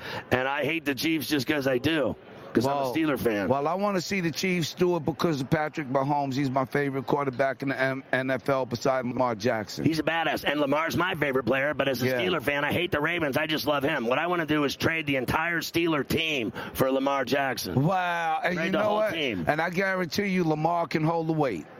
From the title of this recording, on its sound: Live From Radio Row in Las Vegas!